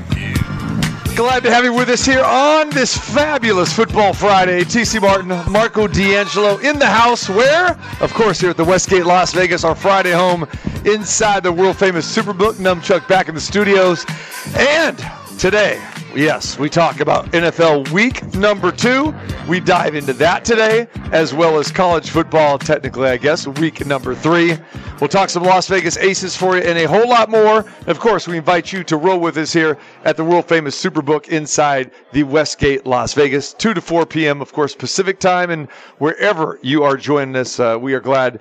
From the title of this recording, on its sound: Live from Super Book at the Westgate Las Vegas